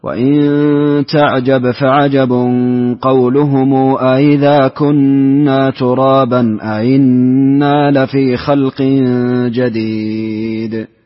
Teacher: يستفهم في الموضعين مع تسهيل الهمزة الثانية بلا إدخال في كلا الموضعين